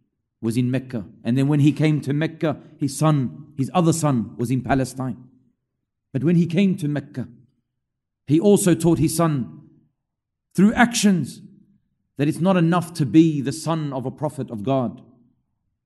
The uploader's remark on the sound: LIVE from Masjid Al-Azhar, Belmore